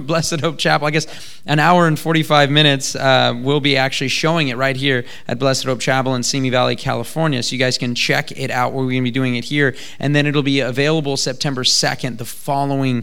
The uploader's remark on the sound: Today's broadcast is filmed live from the premiere of our new film. At Blessed Hope Chapel in Simi Valley, CA.